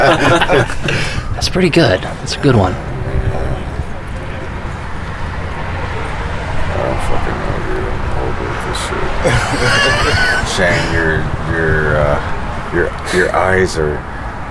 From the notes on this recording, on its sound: At the fabulous Sunshine Bar in Arlington.